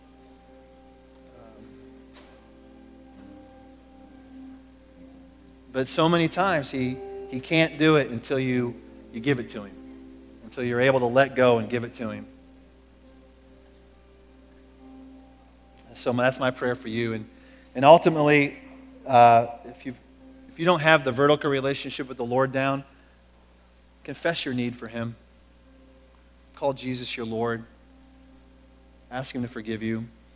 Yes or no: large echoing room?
yes